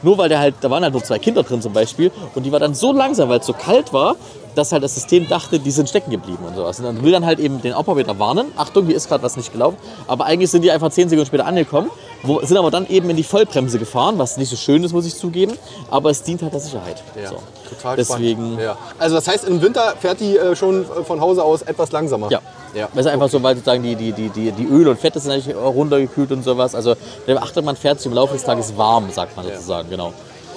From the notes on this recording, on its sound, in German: der diesmal direkt im Karls Erlebnis-Dorf in Rövershagen aufgenommen wurde